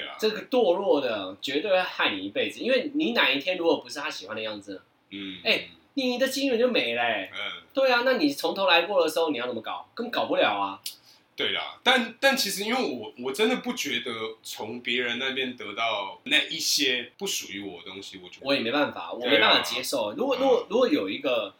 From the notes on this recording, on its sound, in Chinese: 本集於配備升級之前錄製的, 聲音上需要大家的體諒